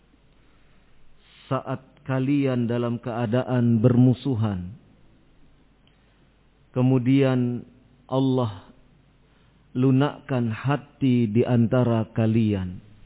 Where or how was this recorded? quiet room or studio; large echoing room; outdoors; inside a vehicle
large echoing room